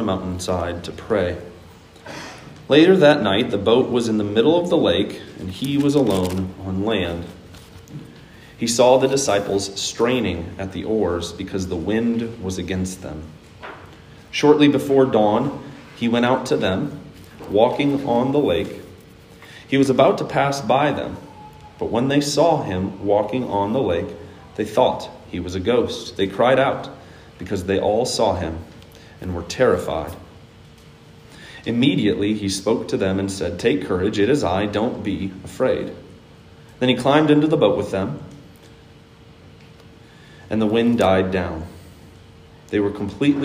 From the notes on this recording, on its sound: Today's word of encouragement comes from a sermon I preached on 6/20/21 at Hope Evangelical Free Church.